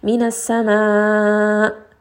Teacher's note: I'm going to raise the voice a little bit so that that sound of hamza is clear · Term: nabr